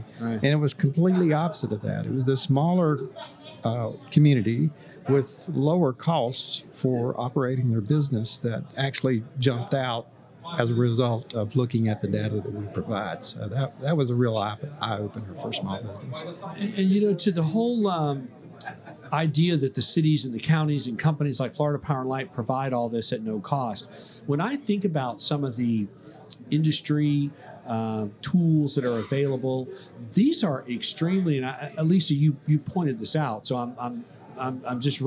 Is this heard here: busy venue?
yes